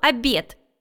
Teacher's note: Дальше в диктанте было слово «обед». В слове «обед» ударение на «е».